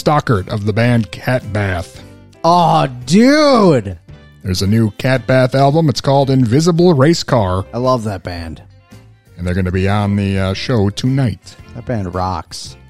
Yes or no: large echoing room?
no